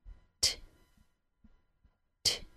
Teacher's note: The T sound touches the tip of the tongue to the tooth ridge. The tooth ridge is that hard bump right behind your top front teeth.